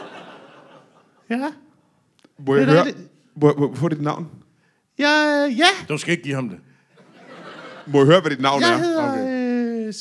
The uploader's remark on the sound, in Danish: LIVE fra Fredericia